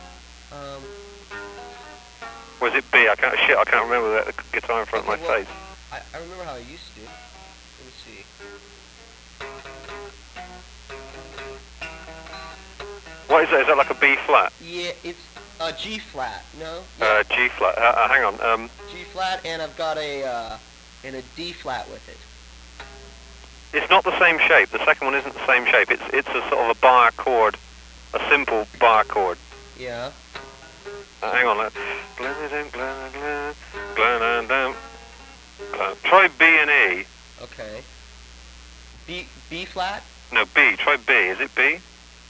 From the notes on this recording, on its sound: over the phone